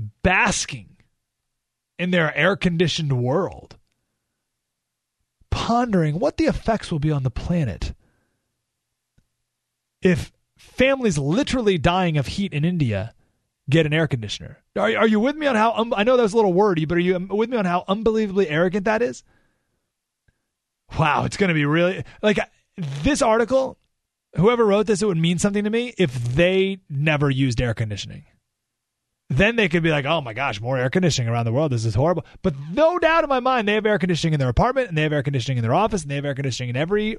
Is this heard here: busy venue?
no